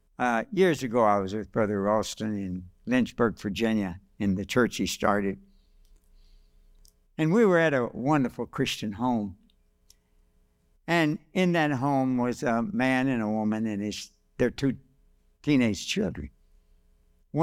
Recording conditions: large echoing room